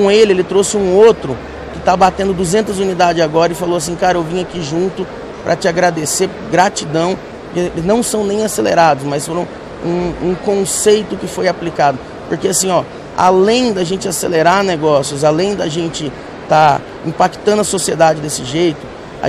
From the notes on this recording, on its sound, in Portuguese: Episódio gravado durante a ABF Expo 2022, em São Paulo - SP.